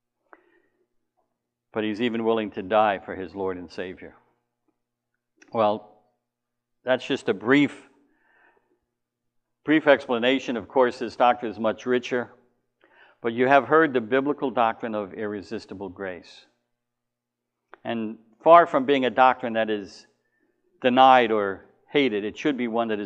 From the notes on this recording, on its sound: Recorded at the LI Spurgeon Fellowship: Doctrines of Grace Conference 2019